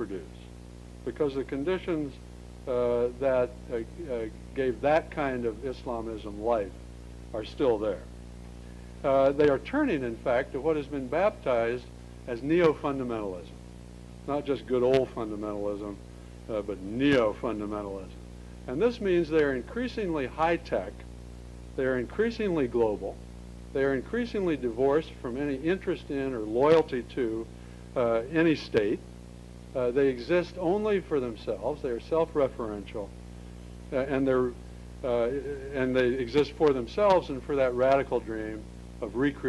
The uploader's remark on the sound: 2002 Lecture at Stanford